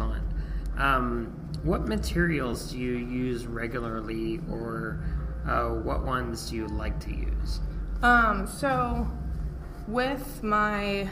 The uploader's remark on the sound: At Planet Comic-Con it was noisy, but I think the audio is just right.